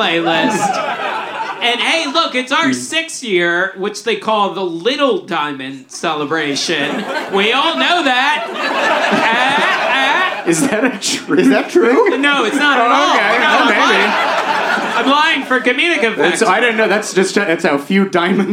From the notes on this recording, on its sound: This time we're dressed like The Munsters and there's a live audience! Recorded live at Dynasty Typewriter.